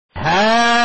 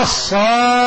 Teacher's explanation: أدغمت القاف في القاف فصار عندك قاف مشددة، هذا هو الإدغام والتشديد.